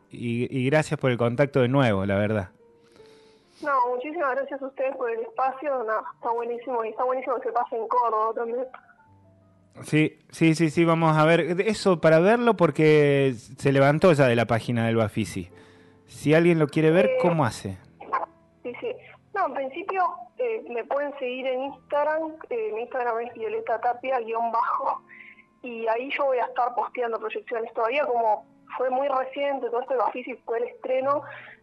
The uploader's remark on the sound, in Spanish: Charla Telefonica